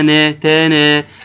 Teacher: التاء مفتوحة ومرققة تاء، النون مفتوحة ومرققة